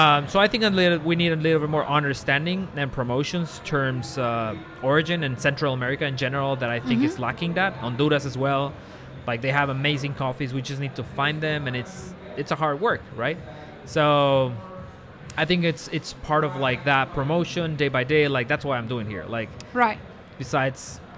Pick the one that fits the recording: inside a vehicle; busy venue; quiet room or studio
busy venue